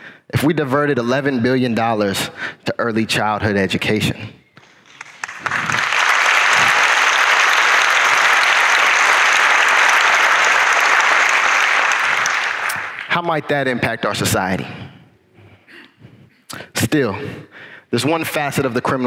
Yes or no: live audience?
yes